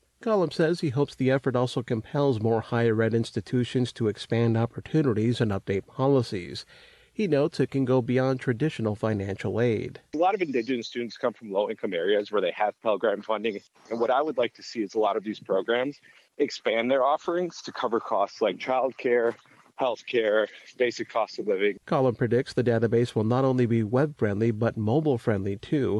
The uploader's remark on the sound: Live from the Santa Fe Indian Market